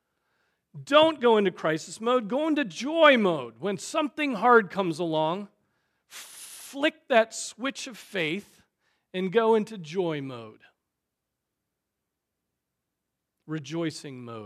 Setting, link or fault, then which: setting, large echoing room